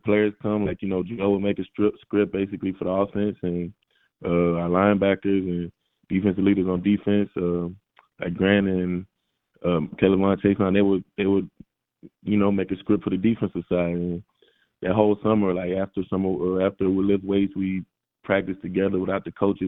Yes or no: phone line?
yes